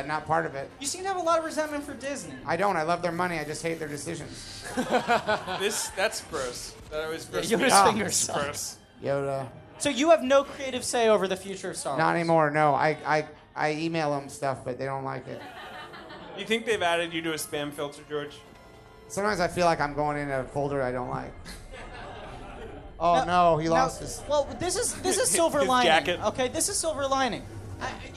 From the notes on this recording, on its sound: Watch With Us LIVE! Recorded at Union Hall in Brooklyn, NY.